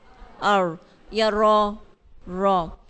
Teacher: زبان کی پشت جو ہے بیک جو ہے وہ لگتی ہے تین دانتوں کے مسوڑوں سے، تو اس سے را ادا ہوتا ہے، ٹھیک ہے.